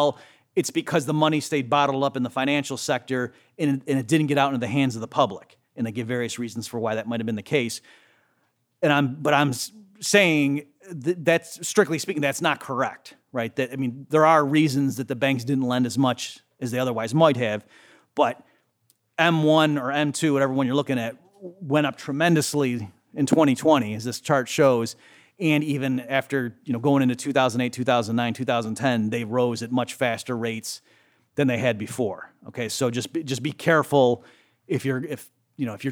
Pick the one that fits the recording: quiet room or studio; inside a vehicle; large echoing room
large echoing room